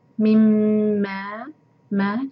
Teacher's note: اعوذ باللہ من الشیطان الرجیم بسم اللہ الرحمن الرحیم خلق من ماء دافق خلق من ماء دافق خلق من ماء دافق تمروز دیکھتے ہیں خلق قاف کو ہیوی پڑھنا ہے منہ بھر کر خلق مم میم کو میم سے جوڑیں گے نون نہیں پڑھیں گے ادغام غنہ کے ساتھ